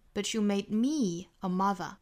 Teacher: 我们就在 me 上面做重读了